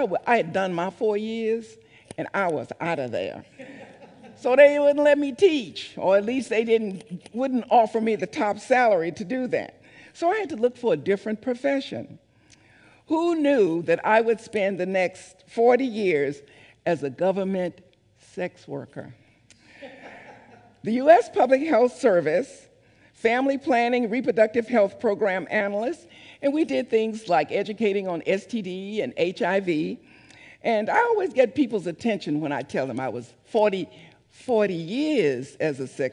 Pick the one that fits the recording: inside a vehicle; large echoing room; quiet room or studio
large echoing room